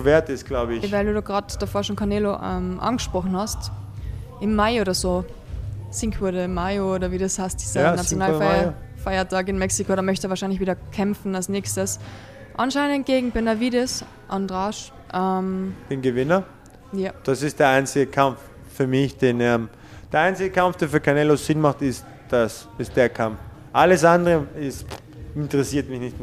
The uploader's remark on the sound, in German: Das Interview wurde im Gotham Gym in New York City aufgenommen.